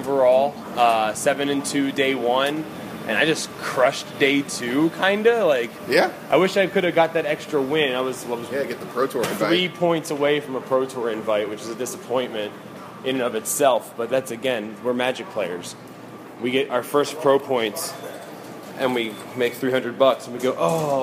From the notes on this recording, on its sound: record on the street, Top 8 Magic style, in Vegas